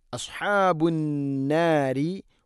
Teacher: അസ്ഹാബ് ഹ തൊണ്ടയുടെ മധ്യഭാഗം